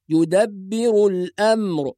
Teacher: ونحافظ على السكون عند الوقف على كلمة الأمر، سكون الميم والراء، فلا نقول الأمر وإنما نقول يدبر الأمر بهذه الطريقة.